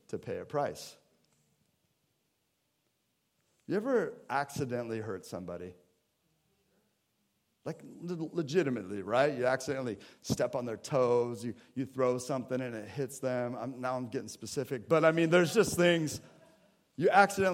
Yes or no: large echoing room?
yes